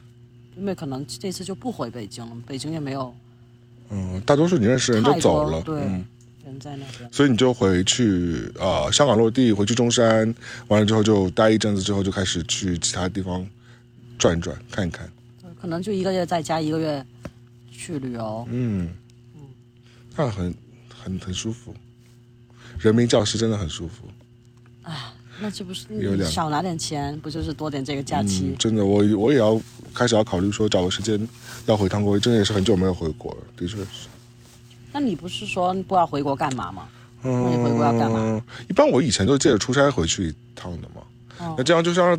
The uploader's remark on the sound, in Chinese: 本期为室外星夜下炉火边录音